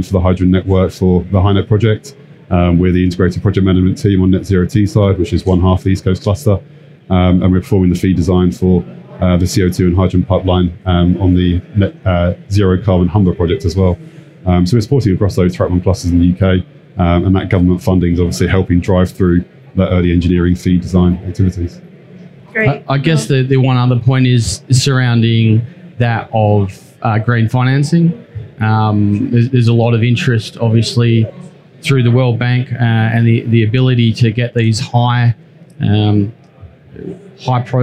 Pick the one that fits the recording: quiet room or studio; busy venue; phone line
busy venue